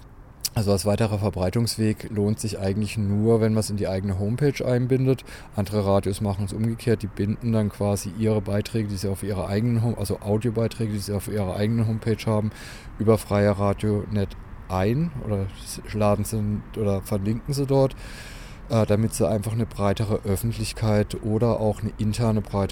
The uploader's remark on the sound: The interviews were recorded at the the annual meeting of the Bundesverband Freier Radios (BFR) in Potsdam in November 2014. The interviews were recorded at the the annual meeting of the Bundesverband Freier Radios (BFR) in Potsdam in November 2014.